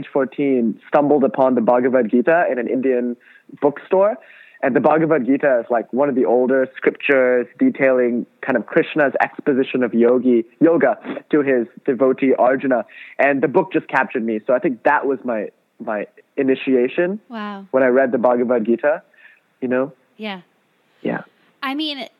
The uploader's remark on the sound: Over the phone